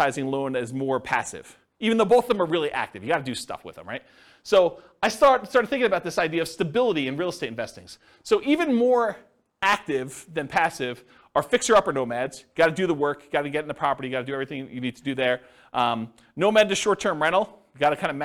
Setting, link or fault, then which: setting, live audience